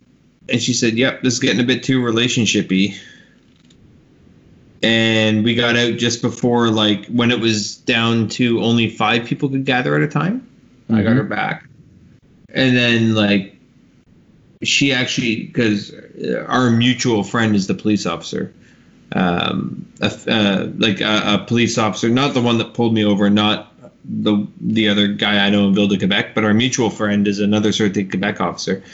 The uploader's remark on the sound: Apologies for the clipping and quality of the audio